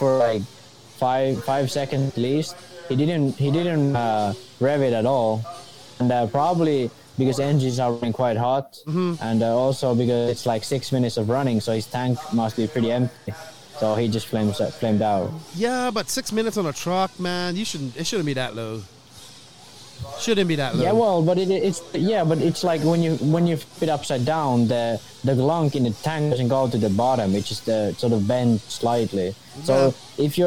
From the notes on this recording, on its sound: Live from Finals Day at the 2021 ROAR Nationals.